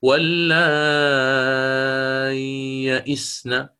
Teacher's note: فأنت ستظهر الآن، ستقرأ هكذا واللاي يئسن، واللاي، بينت سكون الياء تبينها، تعطيها وقتها كاملا، يعني ما تختلسها تقول واللاي يئسن وما تبين، هذا المقصود به السكت، ليست السكتة مثل ما قلت الآن بل أرانا، نعم. · Term: سكتة لطيفة